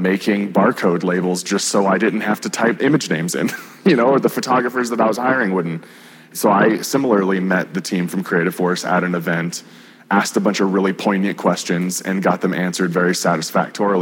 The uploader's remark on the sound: Live at the Salt Lake City Studio Mixer